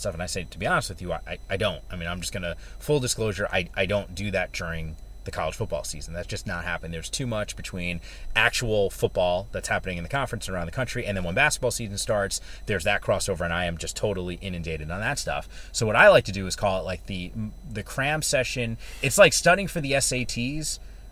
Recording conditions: inside a vehicle